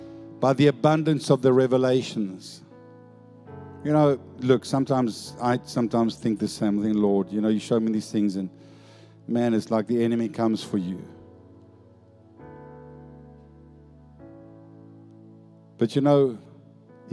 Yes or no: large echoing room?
yes